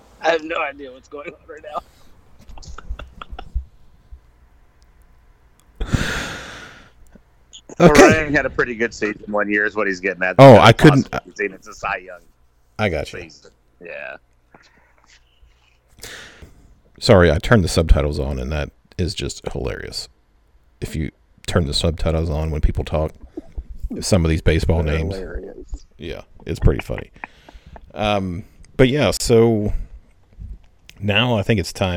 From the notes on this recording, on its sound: Audio and internet issues